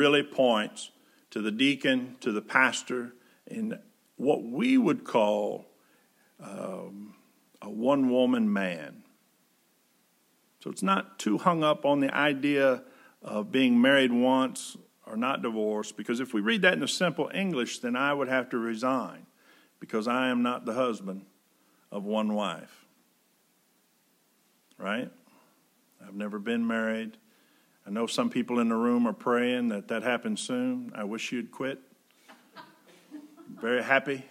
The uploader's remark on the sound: Preached May 31, 2020 at General Baptist Church God's House of Prayer in Fairborn, Ohio